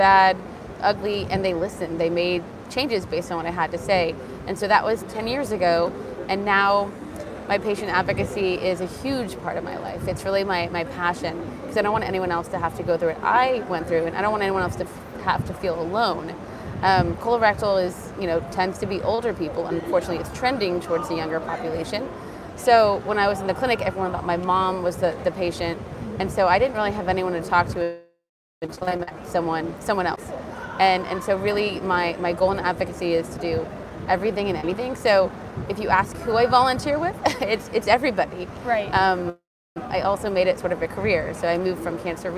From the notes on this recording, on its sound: live interview from the 2023 American Society of Clinical Oncology (ASCO) Annual Meeting